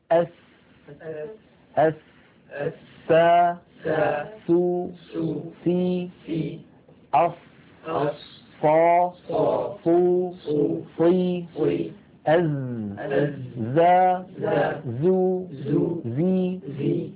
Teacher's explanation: الصاد والسين والزاي تخرج هذه الحروف الثلاثة من طرف اللسان، من منتهى طرف اللسان، وبعضهم يقول رأس اللسان، ومن فوق الثنايا السفلى · Term: حروف الصفير